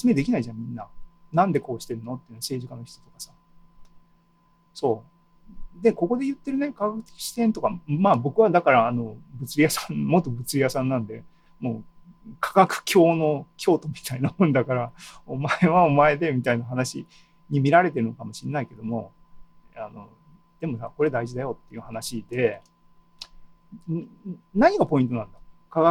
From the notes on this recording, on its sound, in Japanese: ２０２２年７月２７日に開催した ZOOMライブの模様です。